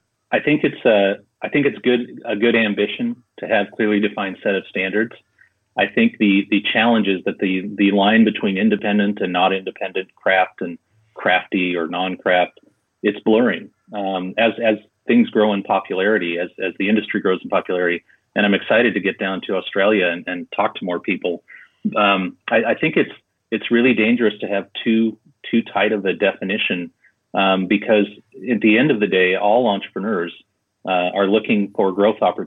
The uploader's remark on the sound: We caught up with him by phone